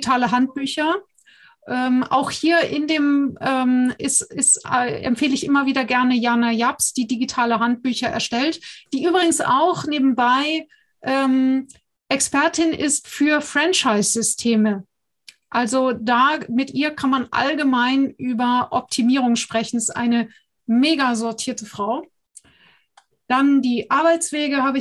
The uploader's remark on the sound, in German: Podcast zum interaktiven Live-Webinar